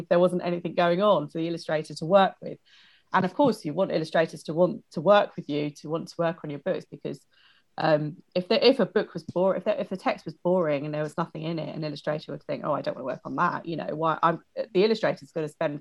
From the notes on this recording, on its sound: This interview was recorded during lockdown over zoom